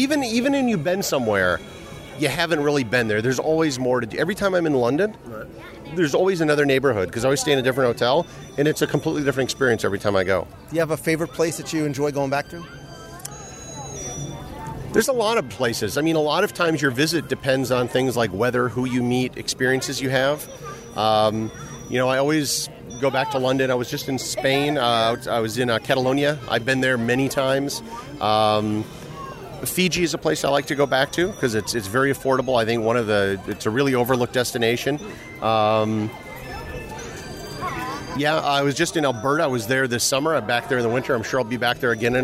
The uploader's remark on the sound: A Walking Tour of the “Real” World (Showcase). Recorded live as I walked the promenade in Epcot.